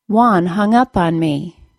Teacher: Hung was a small single syllable word, and the particle up took the stress.